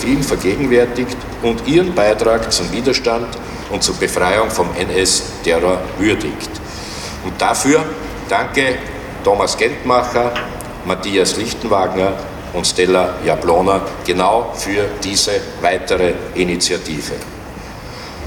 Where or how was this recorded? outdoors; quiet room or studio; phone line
outdoors